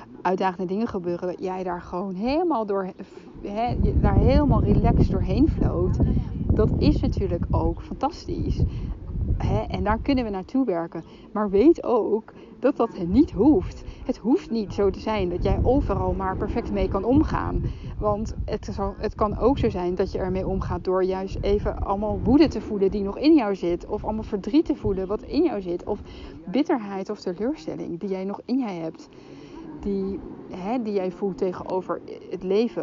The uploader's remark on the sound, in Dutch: Excuses voor de stukjes met wind in de opnamen